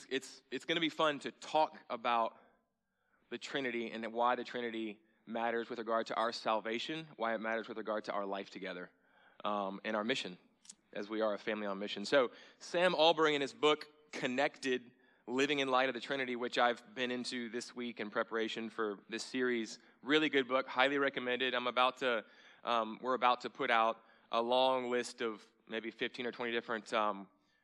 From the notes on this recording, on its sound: at Sojourn Galleria Church on Sunday, November 4, 2018